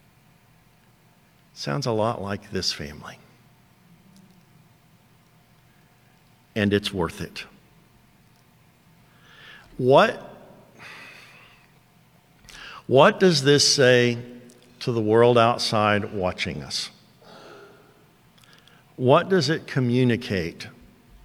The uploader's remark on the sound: first preached to Towne View Baptist Church in Kennesaw, Ga on 6/26/22